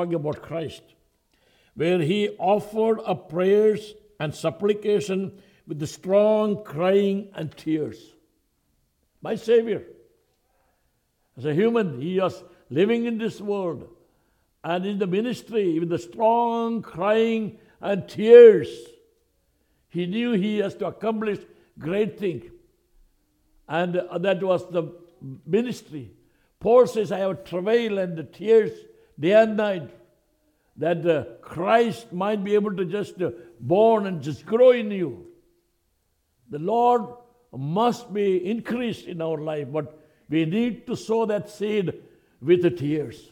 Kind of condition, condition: setting, large echoing room